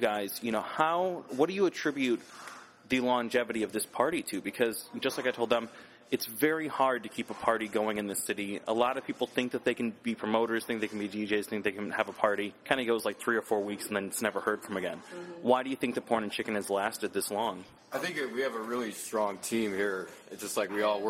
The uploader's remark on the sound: In an interview recorded at Evilolive the day after Spring Awakening.